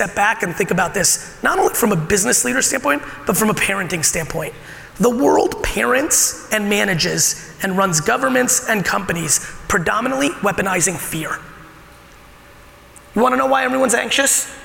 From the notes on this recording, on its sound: Today's episode of the podcast is my keynote at the ITC Vegas event.